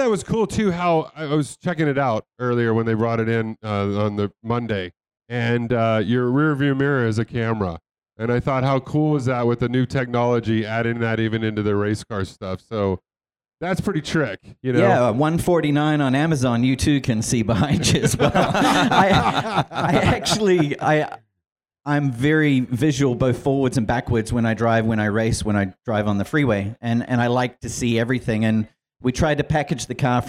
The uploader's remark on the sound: SEMA SHOW 2019 An Automotive Celebrity Mash-Up from the Shell Pioneering Performance Stage. Rock the Shell Pioneering Performance LIVE Stage at the SEMA Show in Las Vegas.